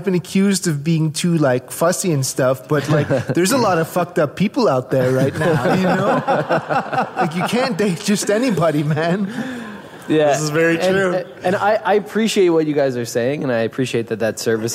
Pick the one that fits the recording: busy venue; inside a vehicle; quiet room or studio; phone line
busy venue